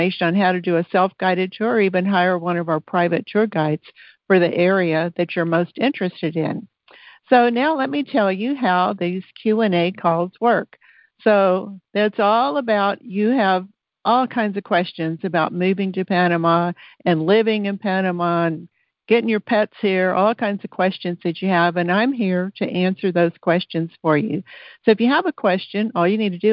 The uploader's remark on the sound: Listen to the replay of the June 17, 2022 Q&A call.